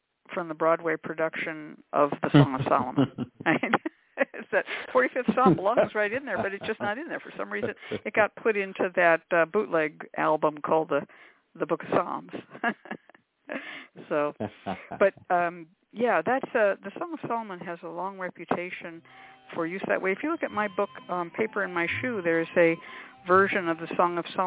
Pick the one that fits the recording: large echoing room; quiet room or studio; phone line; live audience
phone line